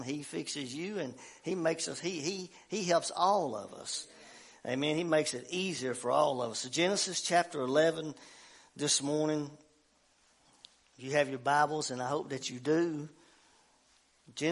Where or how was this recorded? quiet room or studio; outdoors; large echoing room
large echoing room